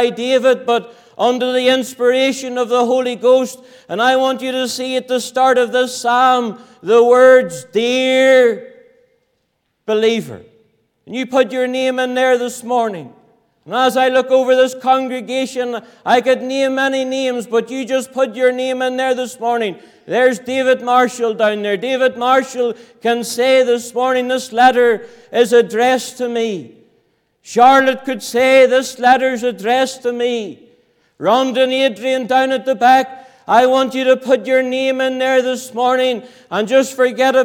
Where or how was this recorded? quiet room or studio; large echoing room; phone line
large echoing room